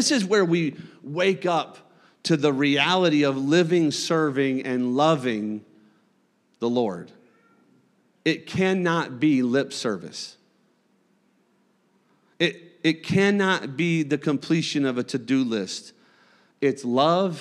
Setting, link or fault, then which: setting, large echoing room